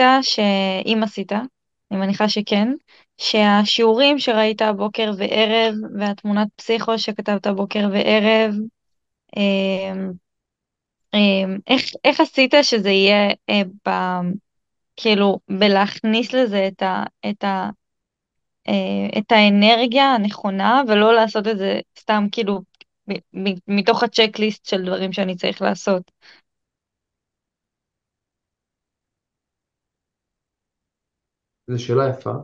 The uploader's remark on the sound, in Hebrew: אני בהרצאת ZOOM